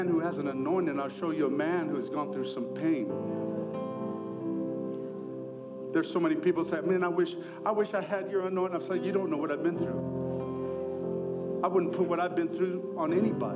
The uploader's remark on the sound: ENCOUNTER CONFERENCE 2024 | Session 3